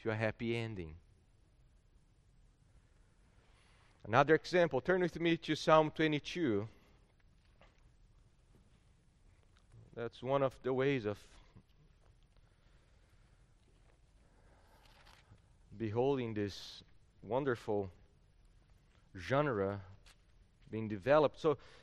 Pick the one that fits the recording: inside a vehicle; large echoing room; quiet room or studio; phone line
large echoing room